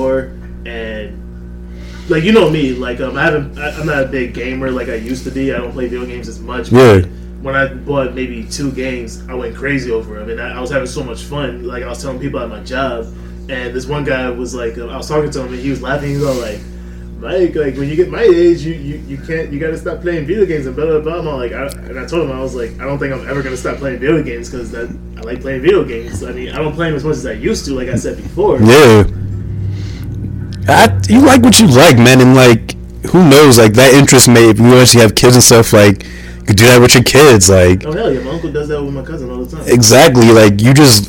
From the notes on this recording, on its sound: Excuse the audio issues